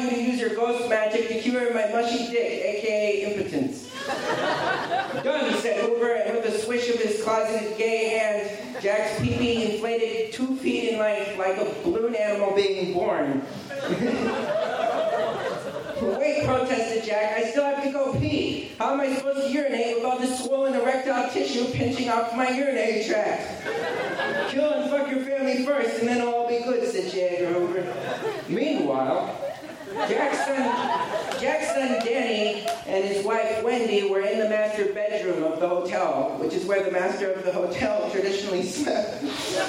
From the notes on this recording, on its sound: Recorded at SF Sketchfest, January 30, 2015.